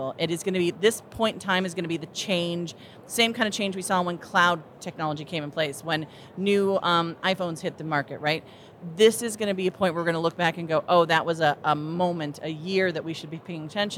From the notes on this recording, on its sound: As we conclude our series live from the floor of the 2023 HR Technology Conference.